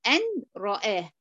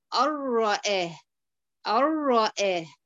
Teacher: دخلتي النون في الراء لكن بدون غنة · Shown in: second take